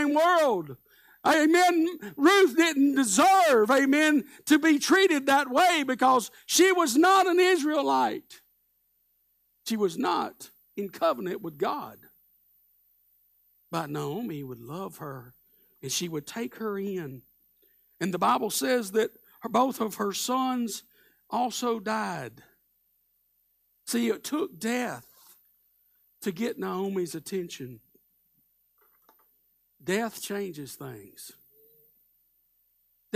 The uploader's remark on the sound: Live Sunday Morning Service